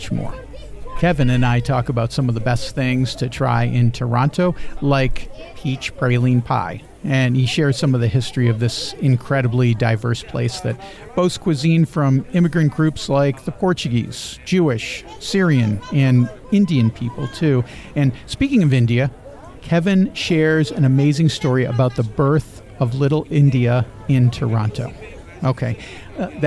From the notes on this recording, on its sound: All that and a live segment from the monthly market in Azeitao, Portugal.